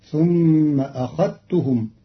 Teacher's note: قرأ قالون كلمة أخذتهم بإدغام الذال في التاء للتقارب بين الحرفين فتصير ثم أخذتهم، والإدغام والإظهار لغتان عند العرب.